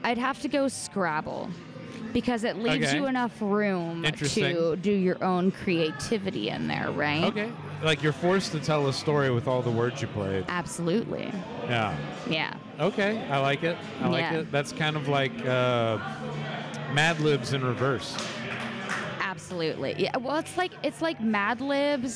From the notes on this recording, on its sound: live from the floor of Free Play Denton